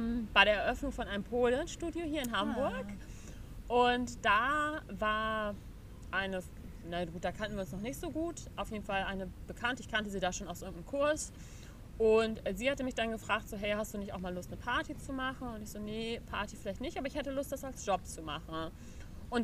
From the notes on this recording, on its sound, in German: Passend zum Wochenende haben wir die Folge draußen aufgenommen, also genieße das Rauschen des Windes.